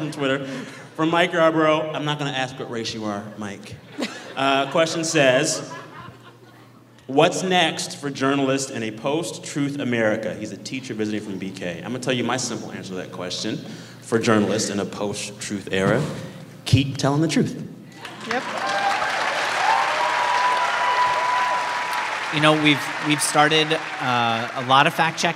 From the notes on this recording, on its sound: Recorded Friday night at the Warner Theater in Washington DC, in partnership with member station WAMU.